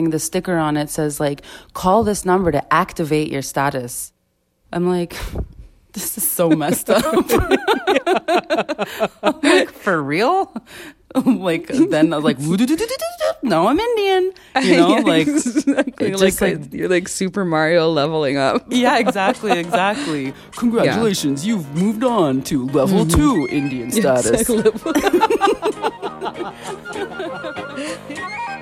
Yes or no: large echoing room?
no